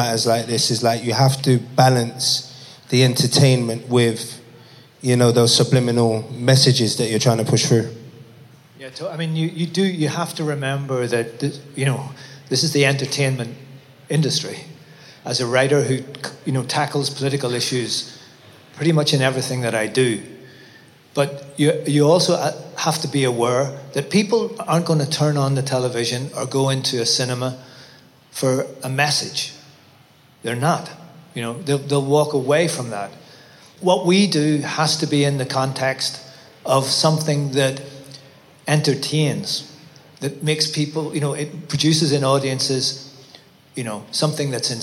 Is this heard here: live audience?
yes